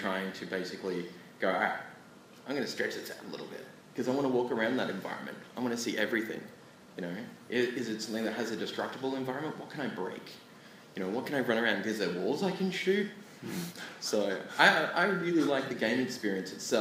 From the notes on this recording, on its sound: PAX Australia Panel. PAX Australia featured a plethora of panels covering a huge variety of topics. Hear stories from five folks.